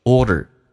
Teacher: 嘴巴收圆 or 卷舌 der 再轻度卷舌